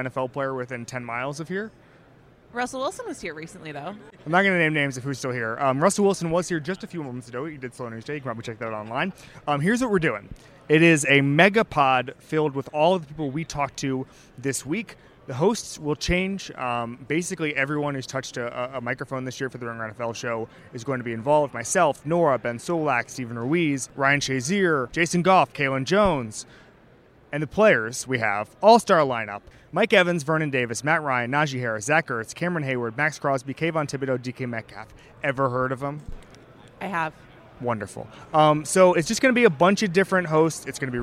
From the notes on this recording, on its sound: 'The Ringer NFL Show' on Radio Row at Super Bowl LVI.